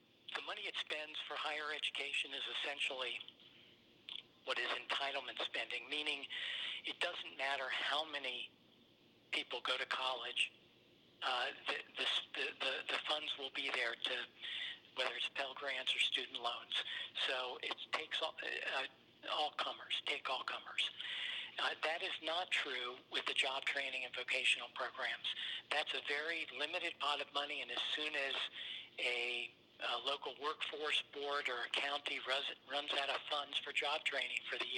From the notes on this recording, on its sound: spoke on the phone